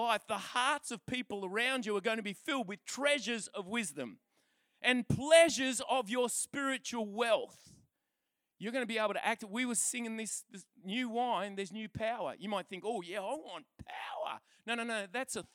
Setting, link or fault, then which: setting, large echoing room